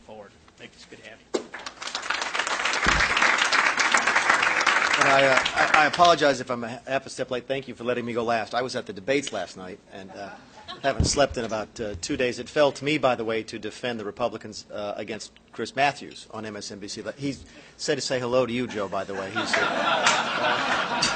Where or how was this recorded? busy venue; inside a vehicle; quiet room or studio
busy venue